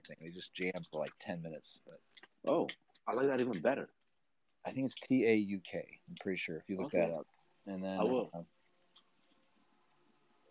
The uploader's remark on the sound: This is an unedited recording of our Twitter Spaces.